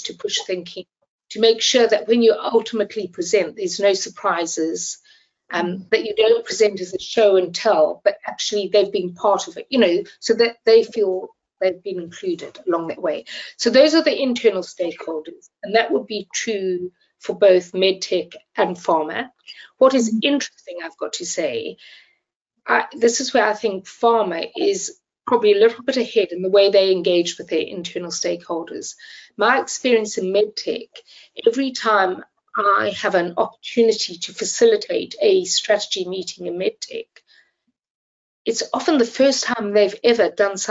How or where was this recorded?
video call